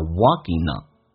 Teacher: Walking 这个单词，英式发音叫 walking，美式发音叫 walking，那个可要浊化，甚至 ging 可以浊化成梗 walking 都是可以。Ray was walking.Walking 跟 on 有一个连音,ing 结尾 g 去掉用 n 进行连音